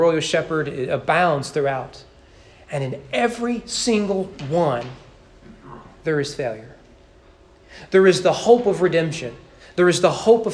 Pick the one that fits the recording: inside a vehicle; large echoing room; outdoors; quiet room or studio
large echoing room